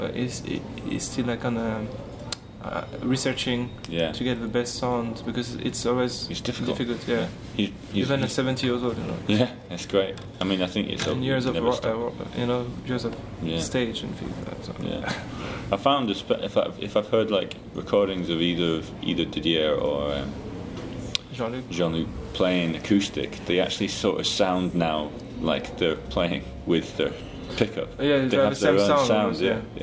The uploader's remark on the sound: We did it in his hotel lobby with a zoom recorder, apologies for the sound quality. There are some moments when the businessmen around us talk a little loud on their conference calls so you may be able to hear them!